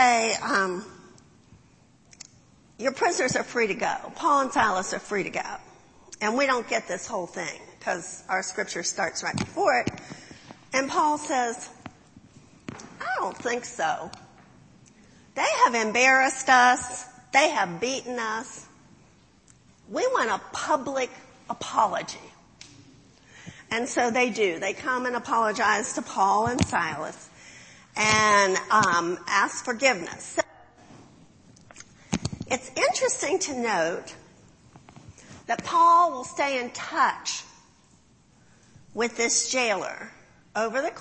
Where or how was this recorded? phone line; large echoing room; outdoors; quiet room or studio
large echoing room